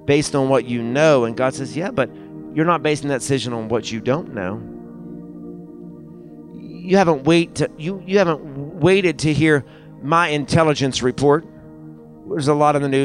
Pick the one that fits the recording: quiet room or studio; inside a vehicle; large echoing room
large echoing room